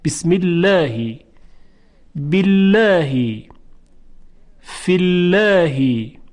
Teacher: دقت بفرمایید، بسم الله، بسم الله، در اینجا قبل از لام الله میم وجود داره که کسره داره، یعنی میم مکسور، بسم الله. خب این کسره باعث میشه که لام الله ترقیق بشه